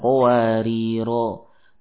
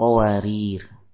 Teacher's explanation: Ya, Contoh di sini qawarir, ya, di situ ada ya atau ada alif. Dan alif di situ tidak dibaca sehingga tatkala kita waqaf tidak dipanjangkan · Shown in: second take